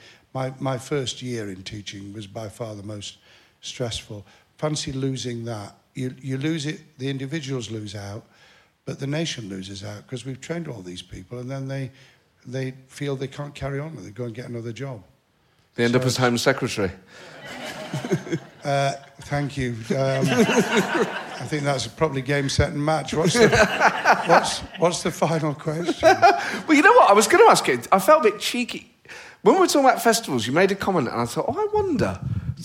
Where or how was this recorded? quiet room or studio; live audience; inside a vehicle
live audience